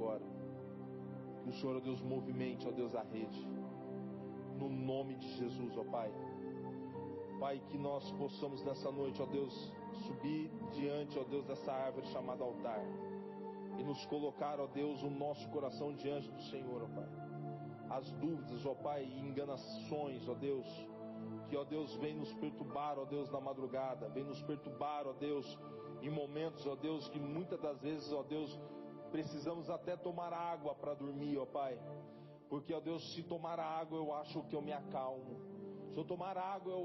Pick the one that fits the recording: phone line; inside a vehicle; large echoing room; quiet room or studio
large echoing room